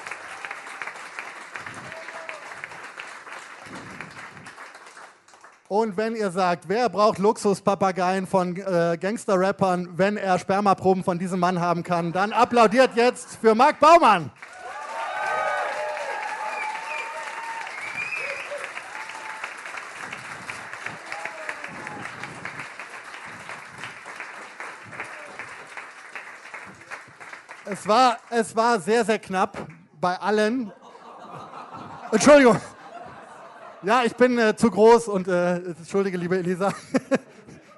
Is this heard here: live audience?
yes